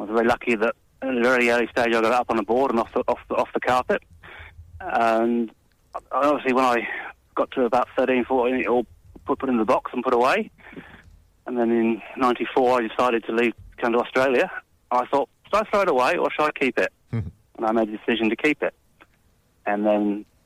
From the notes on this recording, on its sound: Our resident EPL expert is on the phone.